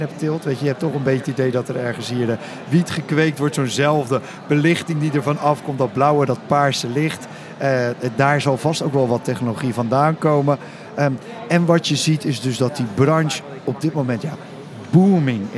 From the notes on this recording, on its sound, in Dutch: Vandaag live vanaf de Horecava